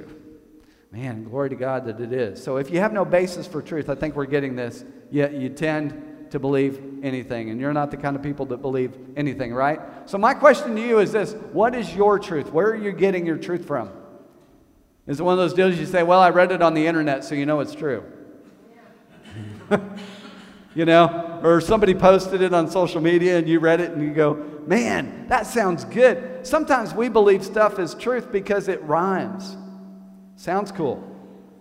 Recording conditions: large echoing room